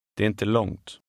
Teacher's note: The first three words run together.